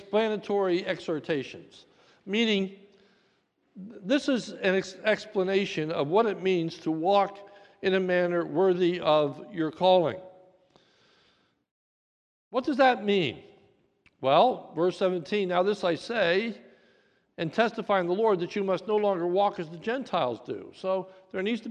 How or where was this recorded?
large echoing room